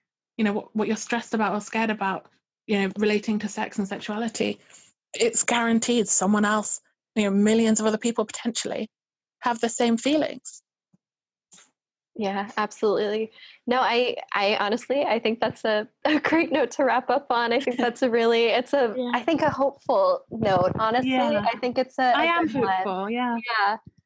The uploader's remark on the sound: This episode was recorded remotely via Zoom for safety during the pandemic, so there might be inconsistencies in the sound.